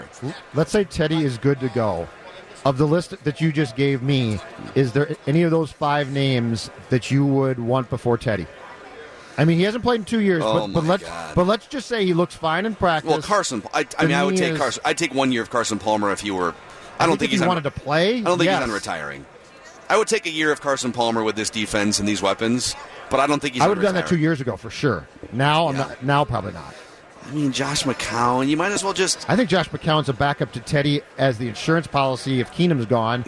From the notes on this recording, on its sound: live from Radio Row all week